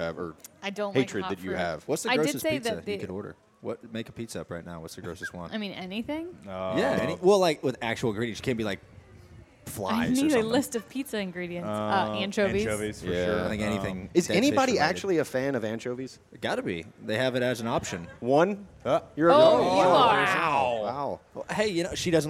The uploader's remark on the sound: Live from Daytona